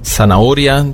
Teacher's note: Zanahoria, die Möhre, Karotte, wird ausgesprochen wie ein scharfes S